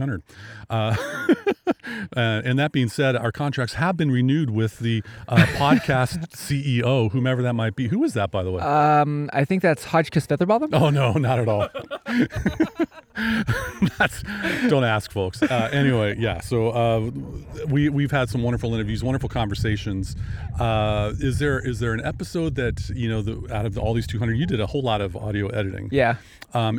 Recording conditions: outdoors